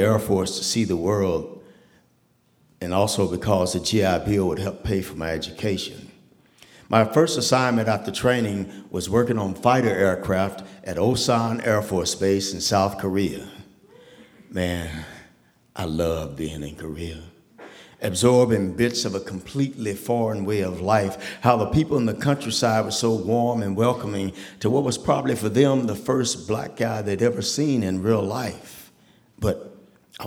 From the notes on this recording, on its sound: The Moth Radio Hour: Live from Dayton. A special live edition of The Moth, brought to you from the Victoria Theater in Dayton, Ohio.